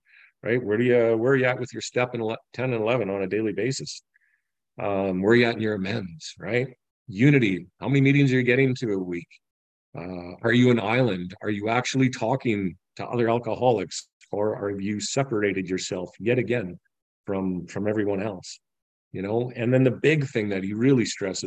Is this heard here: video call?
yes